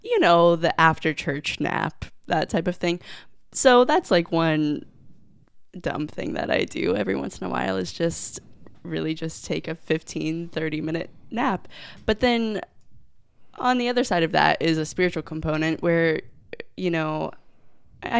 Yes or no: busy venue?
no